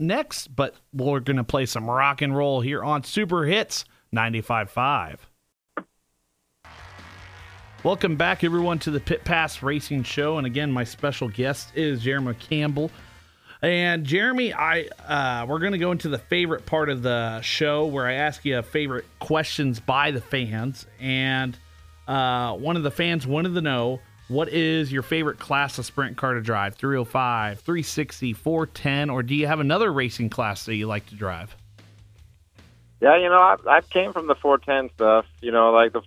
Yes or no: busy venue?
no